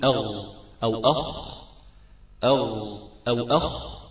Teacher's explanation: في الغين والخاء يستعلي الحرفان ويستعلي فيهم اللسان إلى منطقة الحنك الأعلى، كلاهما مفخم، كلاهما مفخم الغين والخاء، ولكن الغين والخاء من الحلق أدناه، من الحلق أدناه.